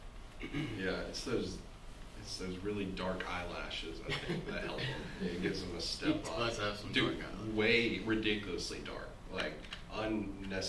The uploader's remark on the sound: We forgot to plug in the mics.